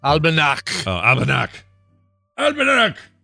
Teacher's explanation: CH sound, not like cheese, but more like a throaty, angry cat hiss noise